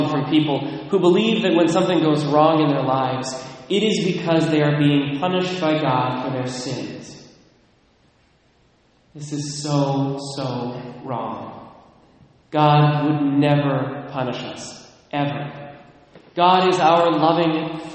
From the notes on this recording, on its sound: Recorded at Immaculate Conception in Mount Vernon, WA